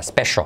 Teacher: En ese sentido, con esa C, se hace como una SH, special. Y luego la L al final de palabra, special, que casi no se pronuncia